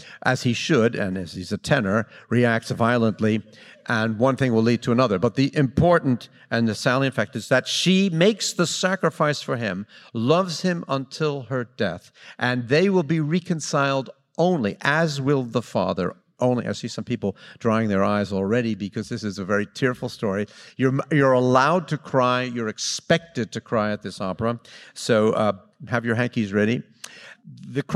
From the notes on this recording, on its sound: LA Opera’s pre-performance lecture on June 1, 2019